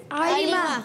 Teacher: आइन की अदायगी होती है हलक के दरमियान वाले हिस्से से